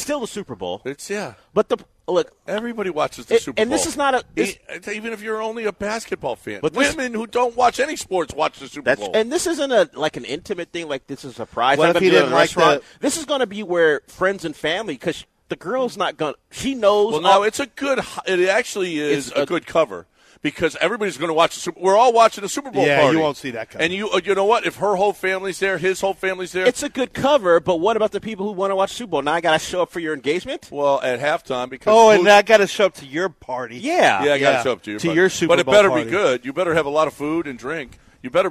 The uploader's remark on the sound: Live from The Golden Nugget